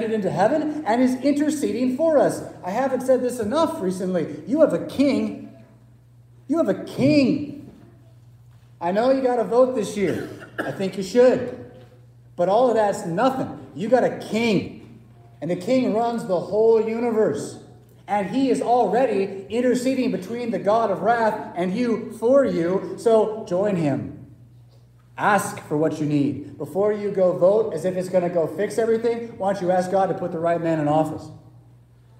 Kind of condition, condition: setting, large echoing room